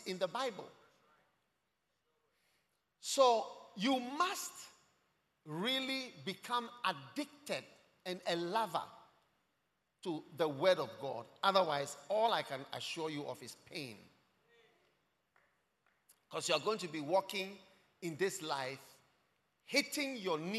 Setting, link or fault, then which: setting, large echoing room